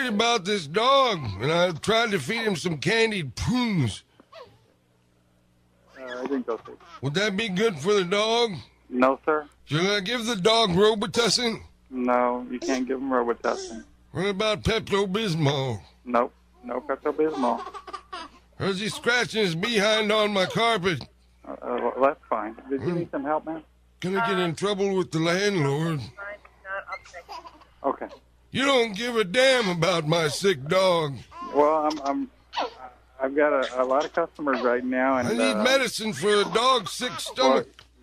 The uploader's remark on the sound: Prank Call